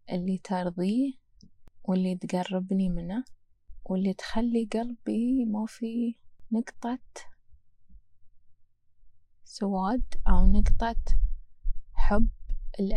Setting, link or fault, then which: fault, wind noise